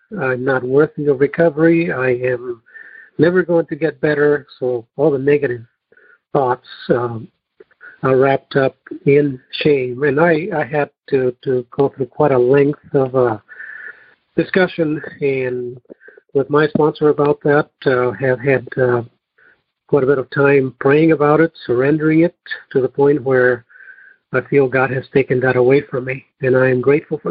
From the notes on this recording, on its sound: Noon Phone Speaker Meeting